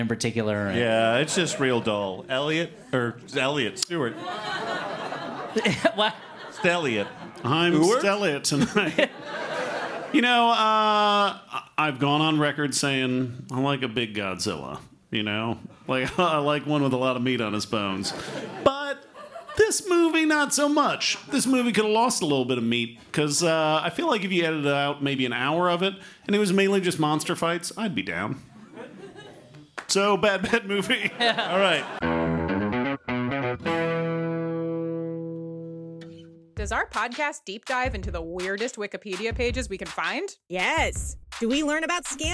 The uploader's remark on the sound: LIVE. Taped at Boston’s CitySpace.